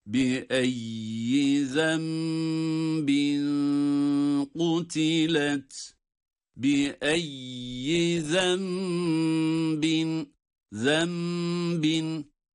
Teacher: İklap var, yani nun mime dönüşerek zembin u derken ihfa ile de okuyoruz.